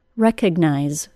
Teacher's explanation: the vowel sound is not reduced and remains pronounced as a long I, just like we expect by the I-Z-E spelling. · Term: secondary stress